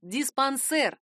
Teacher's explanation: Ударение в нем падает на последний слог «диспансер». Но очень часто это слово произносят как «диспансер».